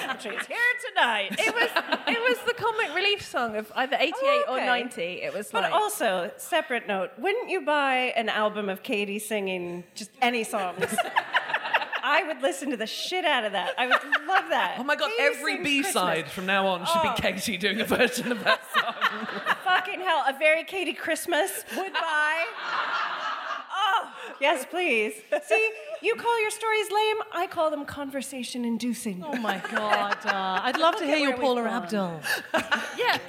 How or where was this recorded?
live audience